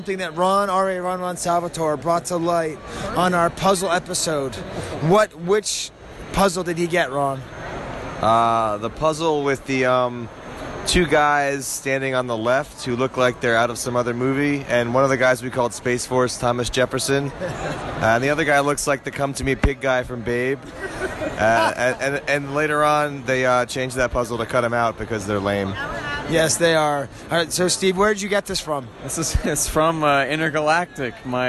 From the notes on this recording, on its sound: Live from the Collector Social Podcast stage and from the show floor of Celebration Chicago, 2019. Some iffy sound quality.